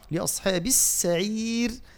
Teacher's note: الحاء باش ما تاخذش تفخيم من حرف الصاد